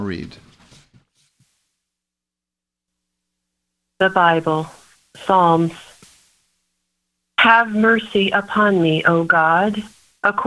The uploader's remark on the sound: The Sunday service audio from April 18th, 2021